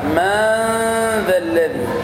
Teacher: من ذا الذي، هكذا الإخفاء، من ذا الذي مع إخراج طرف اللسان في حرف الذال